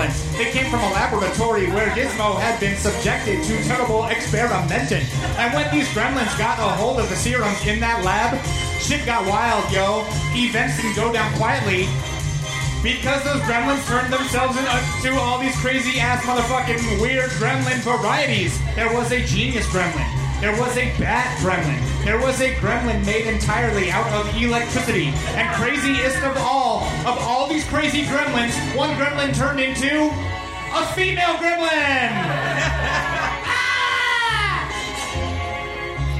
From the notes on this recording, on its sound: Recorded live at The Virgil in Los Angeles.